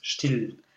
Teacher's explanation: It's like in the word still. So the I sound, the E, yeah, is very short, but we need the real L sound afterwards. Still. Yeah, so it actually opens the vowel when it's that short.